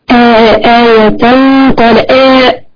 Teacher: تنوين أتى بعدها حرف القاف، وبالتالي حكمه الإخفاء